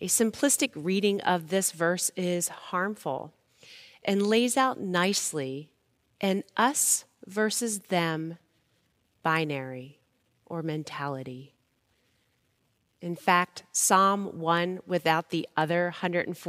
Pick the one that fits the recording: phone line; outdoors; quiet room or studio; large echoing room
large echoing room